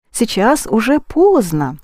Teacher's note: Already, уже, accent the ending.